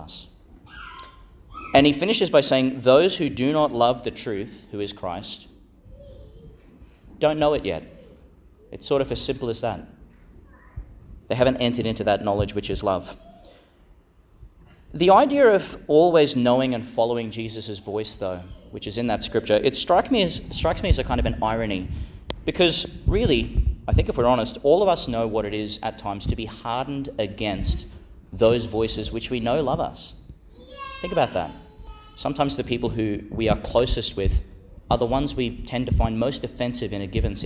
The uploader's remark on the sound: Homily for the Fourth Sunday in Eastertide, delivered in Our Lady Star of the Sea Catholic Church, Gladstone Qld.